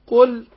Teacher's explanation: القاف حرف مستعلي، حرف مفخم، أو القل، واللام، اللام هنا أحرص على إظهارها، أو القل، لأن بعض الناس ممكن ينطقها نون والقن، قل يا أيها، لا قل، يبقى اللام تظهر وأحرص على إظهارها.